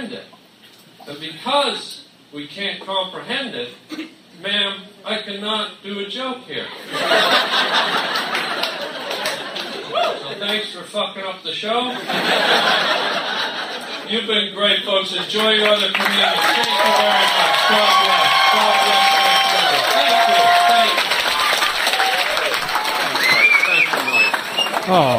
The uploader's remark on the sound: LIVE stand up